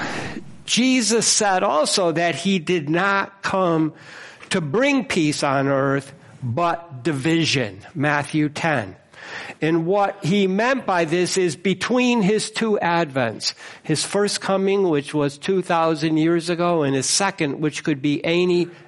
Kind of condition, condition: setting, large echoing room